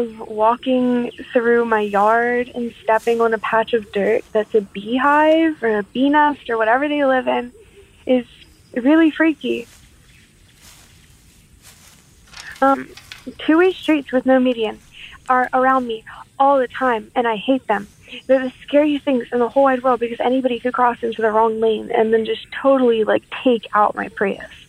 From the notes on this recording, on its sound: called in to us from Maryland